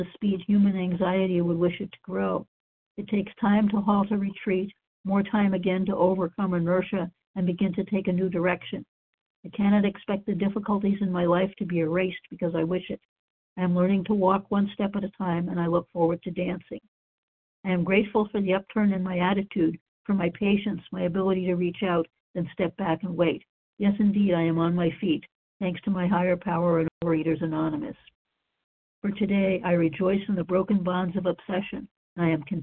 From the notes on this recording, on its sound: From the 100 Pounders Phone Meeting, 10/4/23.